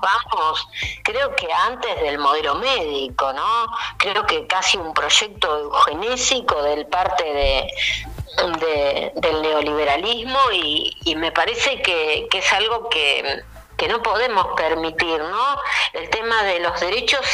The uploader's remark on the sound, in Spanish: Estuvo con nosotros vía telefónica